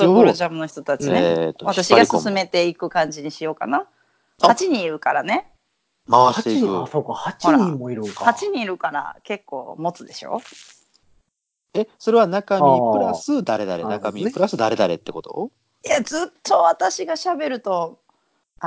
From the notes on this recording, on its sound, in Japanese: 今回はスカイプで収録。東京、大阪、兵庫全員別の場所での収録です！いつもよりも音質が…っていうのはあるかもしれませんが…